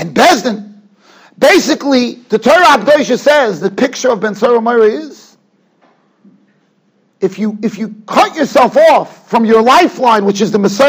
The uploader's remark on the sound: Shiur recorded in Yeshivas Ohr Reuven, Monsey, NY.